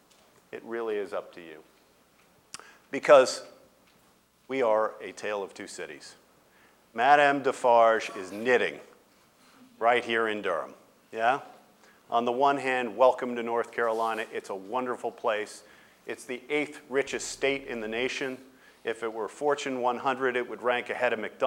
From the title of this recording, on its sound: Day in Durham 2007 Keynote Address